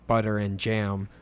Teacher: which is known as a linking R, because the R is followed by a vowel. It wouldn't really make sense to drop it.